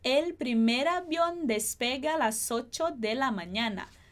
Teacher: a gente vai juntar esse S no ocho